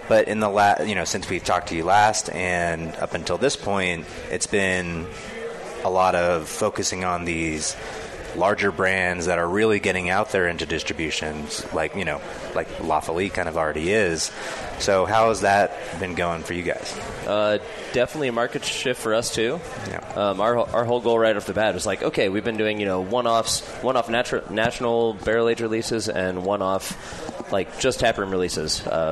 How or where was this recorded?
busy venue